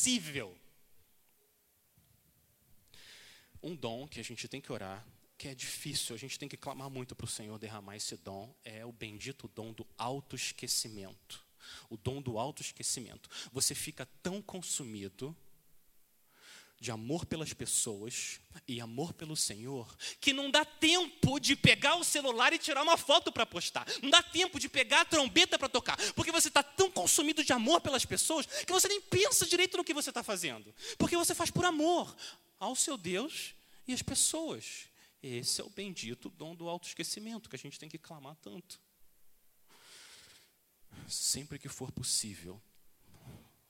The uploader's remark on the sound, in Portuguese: Mensagem gravada na Igreja Batista Jardim Minesota